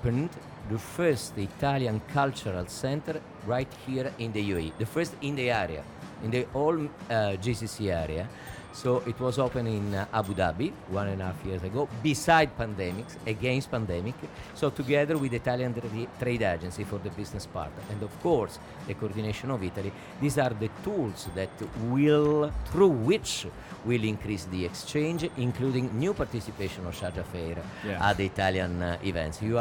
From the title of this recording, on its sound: Live from SIBF 2022